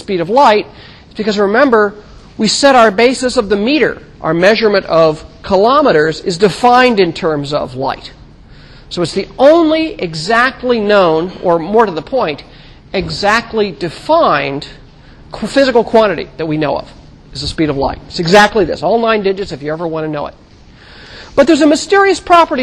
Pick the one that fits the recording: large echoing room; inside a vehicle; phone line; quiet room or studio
large echoing room